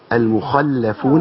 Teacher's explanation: عشان الخاء مفتوحة. الخاء مفتوحة دي في أعلى مراتب التفخيم. أقوى صوت للخاء لما يكون مفتوحه بعد ألف، بعديها المفتوحة وليس بعد ألف اللي احنا فيها دي.